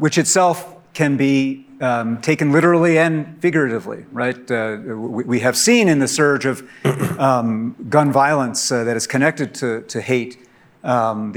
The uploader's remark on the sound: In this panel at the 2022 Aspen Ideas Festival